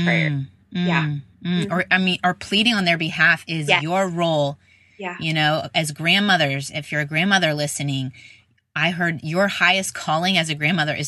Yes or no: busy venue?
no